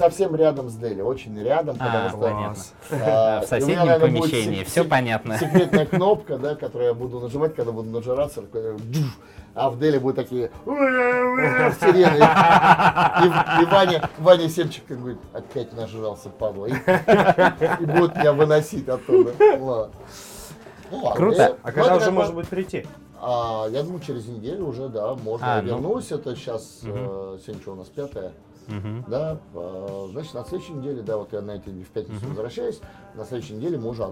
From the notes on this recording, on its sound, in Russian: записывали во время прошедшего недавно MBS 2019